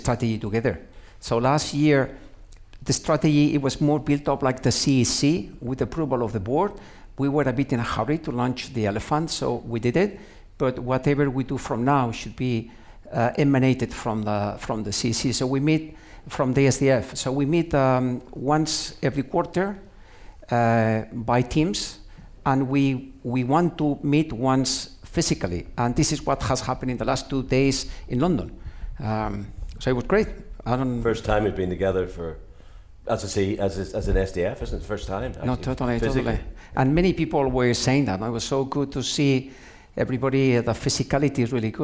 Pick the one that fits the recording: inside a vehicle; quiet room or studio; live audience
live audience